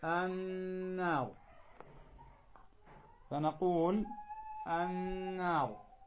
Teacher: النون والميم المشددتان عند النطق بهما لا بد أن يظهر أو تظهر الغنة بمقدار حركتين